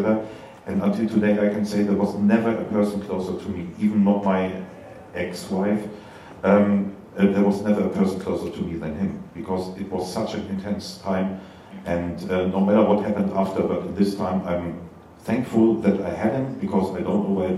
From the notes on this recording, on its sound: A Panel at Mixcon.